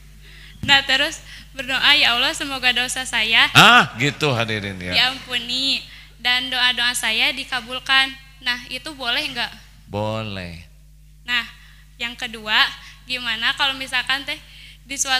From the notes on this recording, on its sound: LIVE dari Masjid Daarut Tauhiid Bandung